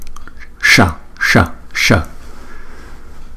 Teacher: Chữ s cũng phải đọc uốn lưỡi lại